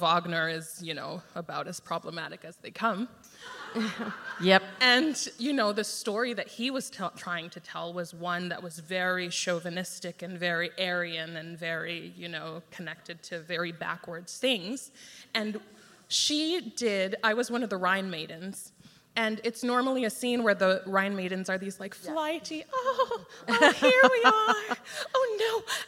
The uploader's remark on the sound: This conversation was recorded in front of a live audience. Part of the County-wide Eurydice Found festival.